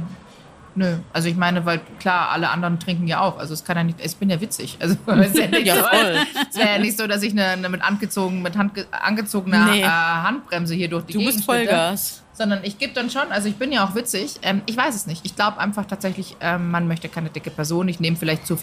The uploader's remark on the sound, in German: Ja, ihr hört’s - der Wiesn! In authentischster Paulanerzelt-Atmosphäre mit perfektem Blick aufs feiernde Publikum.